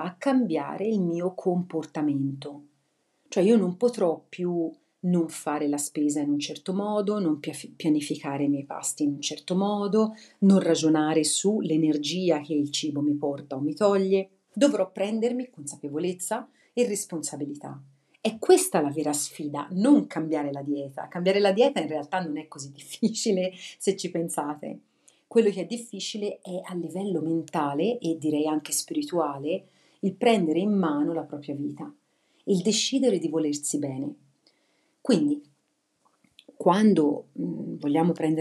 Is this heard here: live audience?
no